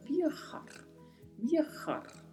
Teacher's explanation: E a letra J tem esse som que vem da garganta. E ainda temos um R ao final com um vibrato.